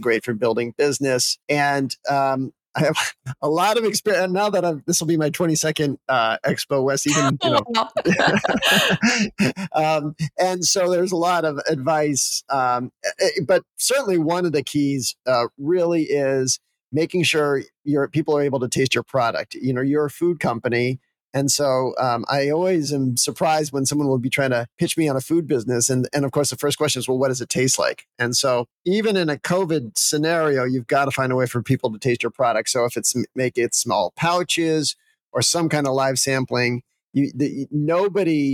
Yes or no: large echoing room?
no